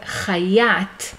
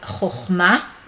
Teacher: chet is generally pronounced in a guttural way according to modern Hebrew pronunciation